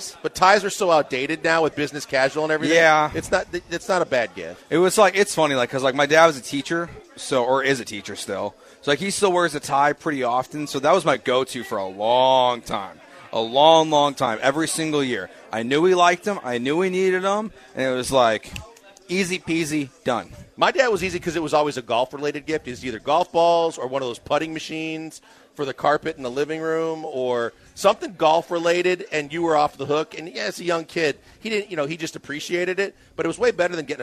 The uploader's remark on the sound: LIVE from Nick's Place for the 97.5 Christmas Party!